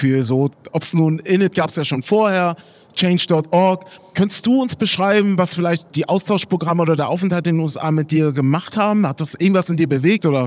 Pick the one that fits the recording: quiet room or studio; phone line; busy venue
busy venue